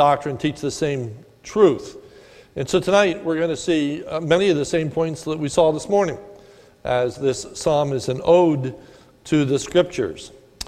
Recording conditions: large echoing room